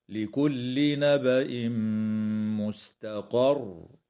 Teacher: يدغم التنوين في الميم مع الغنة في قوله تعالى نبأ مستقر